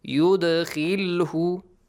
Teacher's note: An echoing sound produced with the dal.